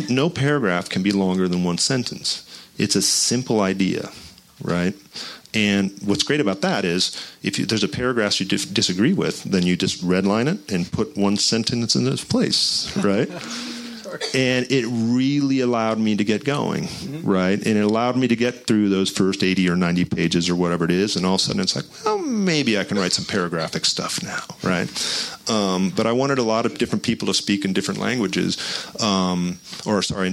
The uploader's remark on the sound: Recorded at Book Soup in Los Angeles on March 10, 2017.